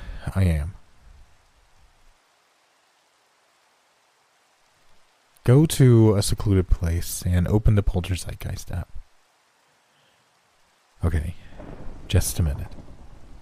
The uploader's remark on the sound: NoSleep Horror Stories w/ Rain & Thunder Sounds